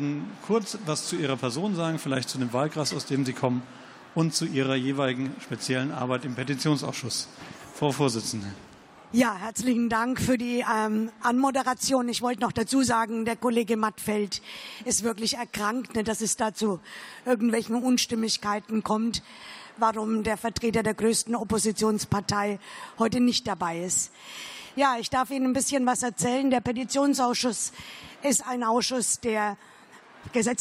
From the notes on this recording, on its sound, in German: Podiumsdiskussion des Petitionsausschusses.